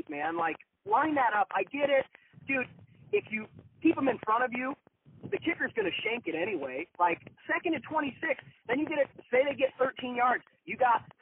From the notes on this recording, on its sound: Over the phone.